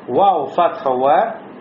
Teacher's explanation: Миналь шафатейн. То есть из двух губ мальфурджа. При этом остается щель между губами.